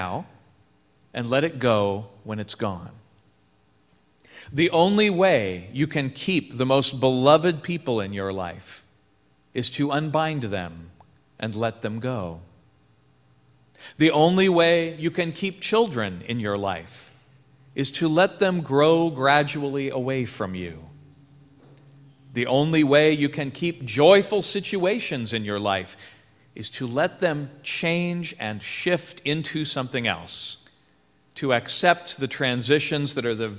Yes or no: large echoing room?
yes